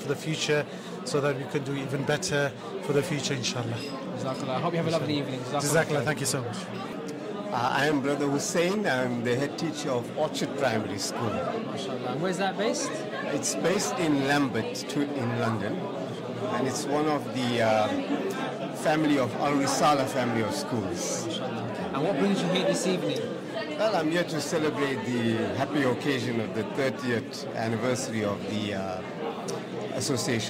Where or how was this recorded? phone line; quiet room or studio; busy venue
busy venue